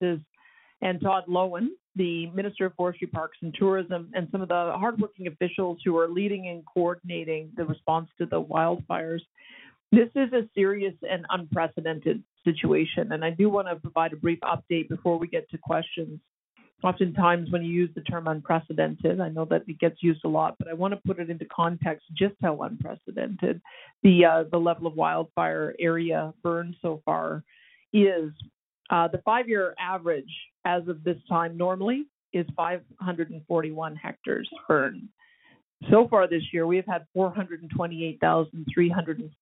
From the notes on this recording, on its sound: Wildfire Evacuee Information Telephone Town Hall. Albertans evacuated due to the wildfires are invited to join a nightly telephone town hall for situation updates and answers to questions.